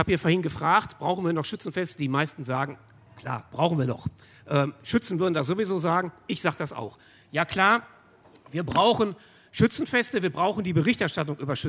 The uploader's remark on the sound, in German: Antworten gibt es in Inspirationstalk und einer anschließenden Diskussion. 2018 im RP-Zelt beim Campfire-Festival in Düsseldorf.